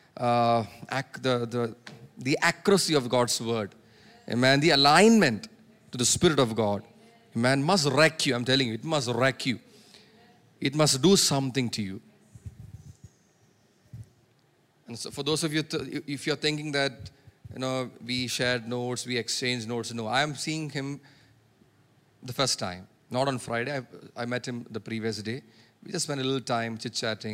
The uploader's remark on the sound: preached at Sunday Service on 17September 2023 at Revelation Church